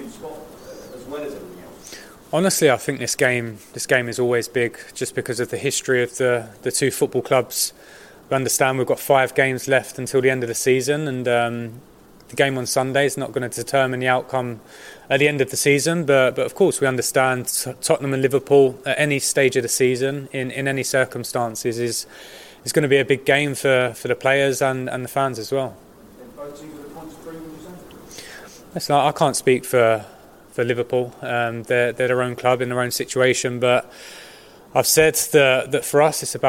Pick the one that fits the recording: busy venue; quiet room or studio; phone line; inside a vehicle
busy venue